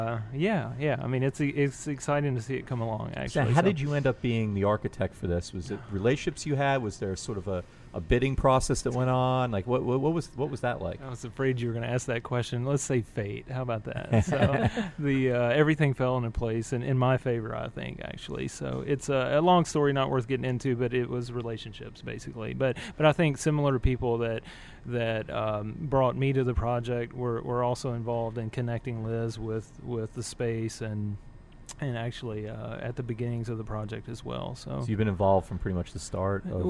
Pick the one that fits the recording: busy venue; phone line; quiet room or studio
busy venue